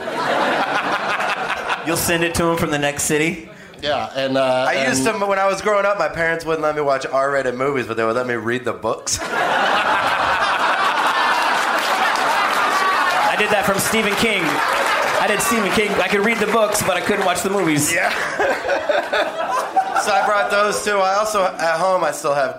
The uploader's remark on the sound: Live from the Comedy Club on State in Madison, WI